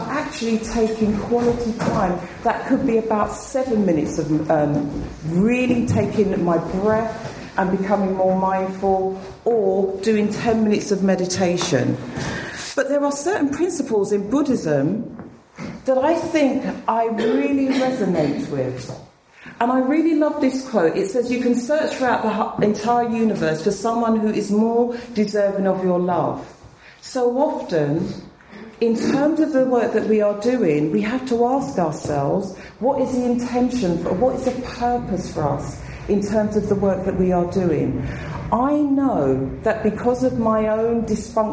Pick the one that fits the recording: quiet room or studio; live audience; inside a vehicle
live audience